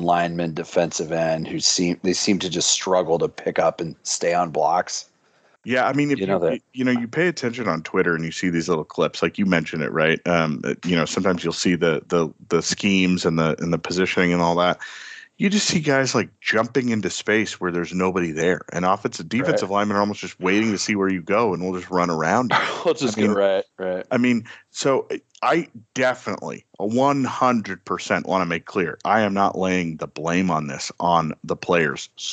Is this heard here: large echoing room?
no